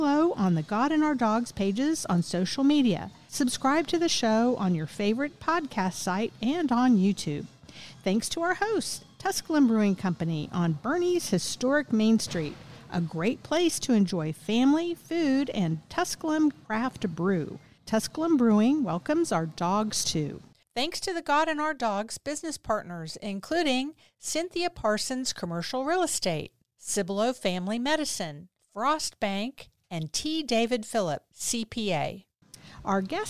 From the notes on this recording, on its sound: Recorded at Tusculum Brewing Company.